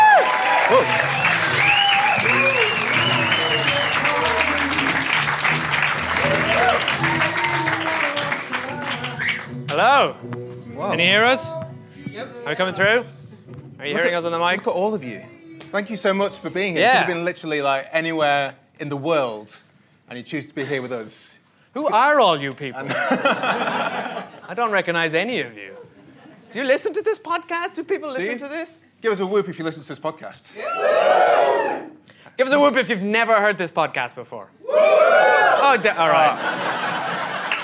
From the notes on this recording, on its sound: We recorded this as part of the London Podcast Festival in 2018 in front of a SELL OUT audience. Helped by questions from the audience.